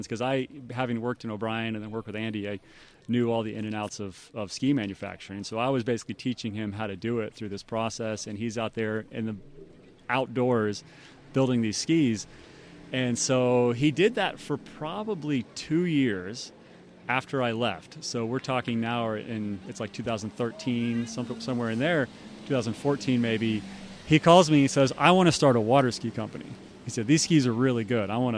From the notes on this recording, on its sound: This was recorded at the Syndicate Hilltop Pro-Am Slalom Tournament.